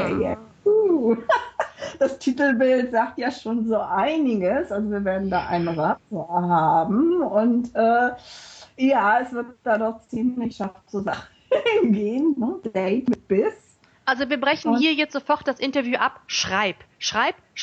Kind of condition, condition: link, video call